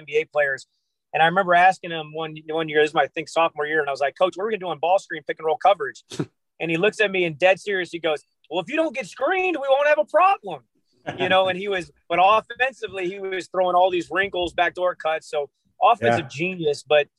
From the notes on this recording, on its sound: sitting in the car with during the interview